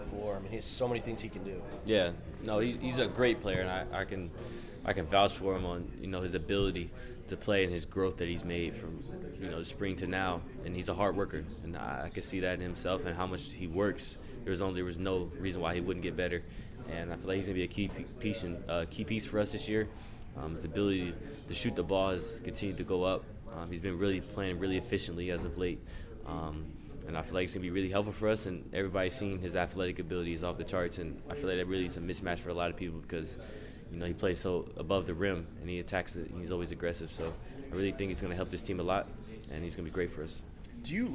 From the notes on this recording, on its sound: You'll also hear audio from the televised press conference